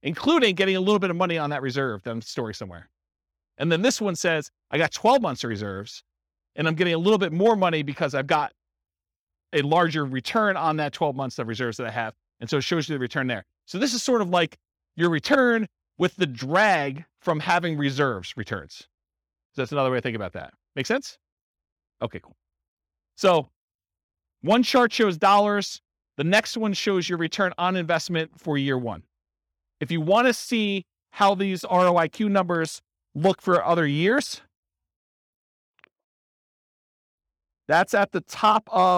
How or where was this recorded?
live audience